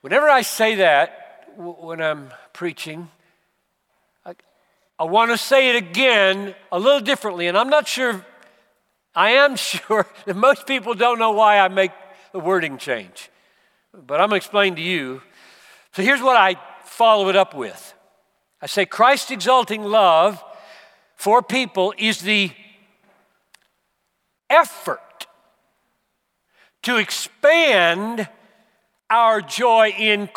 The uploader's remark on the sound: preached at the Bethlehem 2019 Conference for Pastors + Church Leaders in Minneapolis